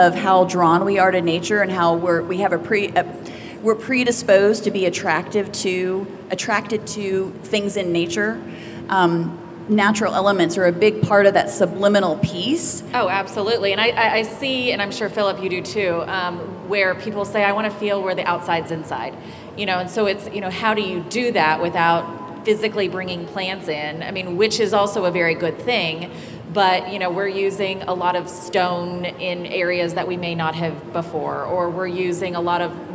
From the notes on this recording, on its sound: Live from WestEdge Design Fair Dallas Edition. A panel conversation recorded live from the WestEdge Design Fair, Dallas edition.